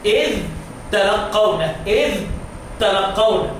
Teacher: طلع لسانك الزال وبعد كده شدد التاء. هي تقيله لان الانتقال من سواكن مع بعضها بتبقى تقيل. · Term: الزال مظهره